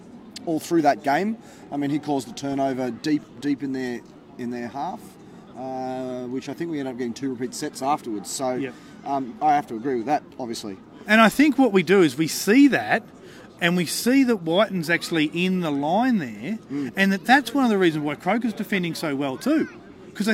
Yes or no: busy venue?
yes